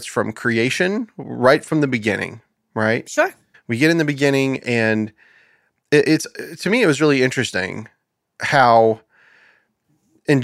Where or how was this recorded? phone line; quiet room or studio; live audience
quiet room or studio